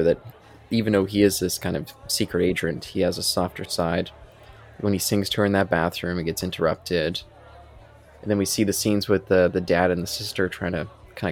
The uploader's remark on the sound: This episode was recorded in a bar-side episode